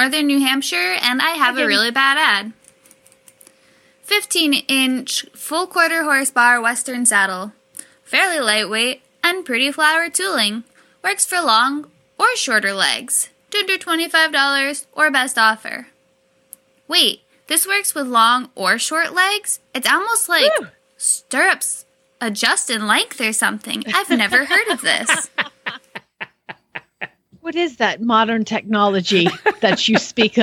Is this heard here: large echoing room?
no